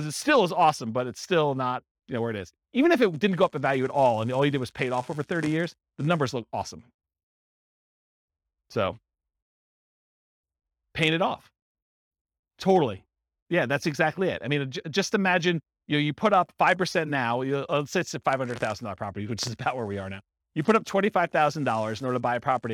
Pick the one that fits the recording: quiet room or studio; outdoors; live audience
live audience